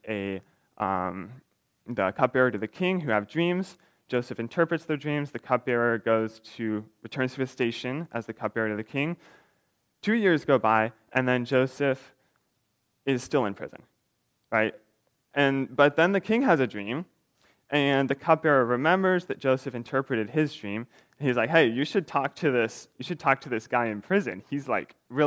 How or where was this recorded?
large echoing room